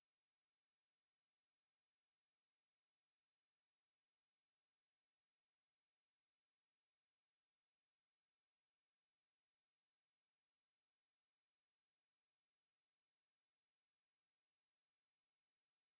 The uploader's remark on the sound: A short audio walk along the River Kennet in Reading, UK. Starting at the Abbey Ruins. Along the Kennet to King's Road and along Kennet Side to High Bridge.